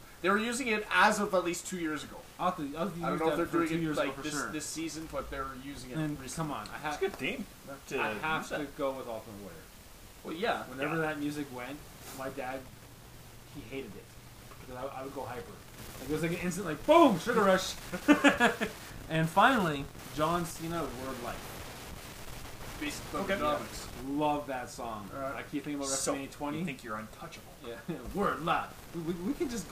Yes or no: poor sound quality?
yes